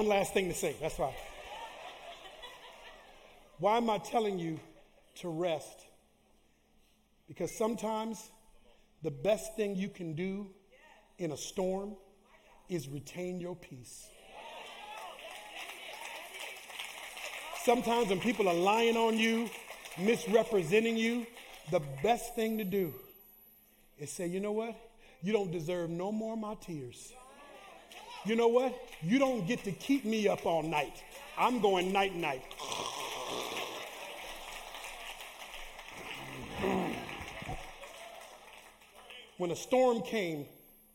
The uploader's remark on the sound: Live Recording: 2/25/2024 - 10:30am Service